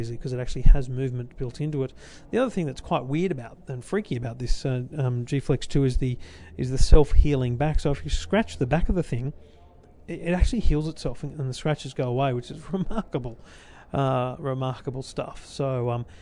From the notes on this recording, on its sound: My Show Floor Preview Of CES. Your Tech Life LIVE from CES 2015.